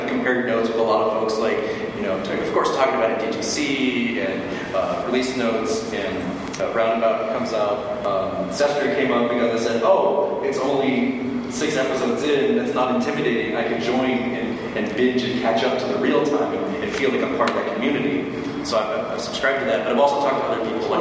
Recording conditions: poor sound quality